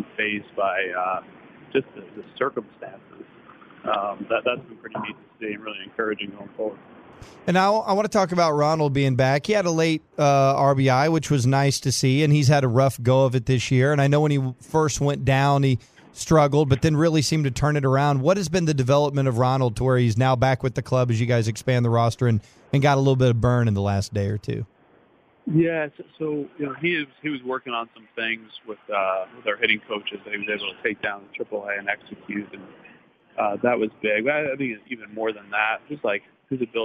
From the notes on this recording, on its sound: called